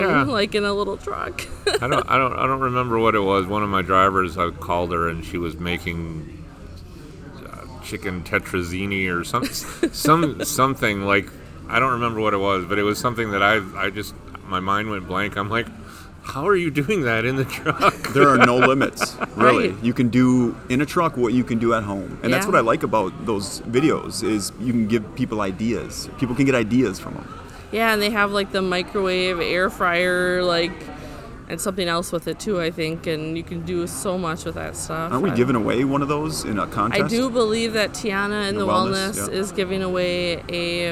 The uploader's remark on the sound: Recorded from one of our Driver Appreciation events. They talked to a number of Roehl teammates.